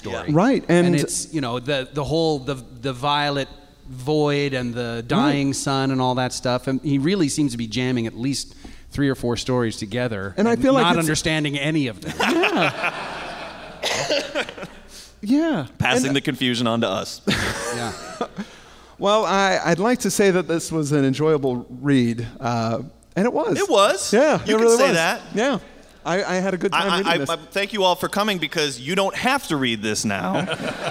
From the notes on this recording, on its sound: This was our show at the NecronomiCon - LIVE from the Biltmore Hotel in Providence, RI